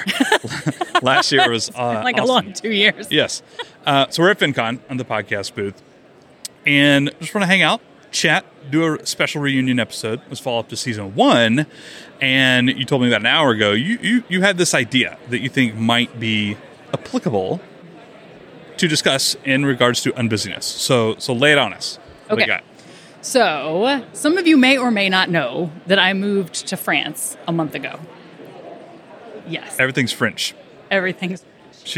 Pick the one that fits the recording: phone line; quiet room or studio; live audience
live audience